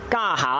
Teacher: 而下字呢又由阳上变咗阳去变咗阳上，於是就读家下啦